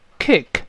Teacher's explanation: kick 最后那个 k，当然失去爆破，就舌根拱上去憋住气